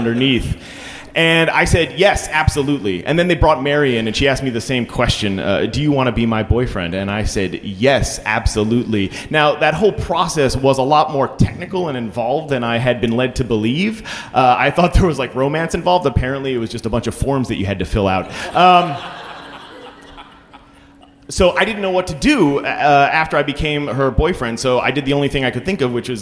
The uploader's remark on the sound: Live From Austin! Live show in the city that keeps it weird, Austin, Texas.